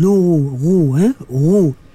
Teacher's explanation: Ghain. Dia keluar daripada tengah. Tengah halqum.